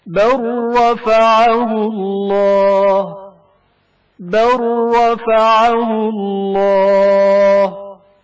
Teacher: لام ساکن کا بل رائے متحرک میں ادغام، بل رفعہ اللہ، ادغام کی حالت میں پڑھتے ہیں بر رفعہ اللہ، بر رفعہ اللہ.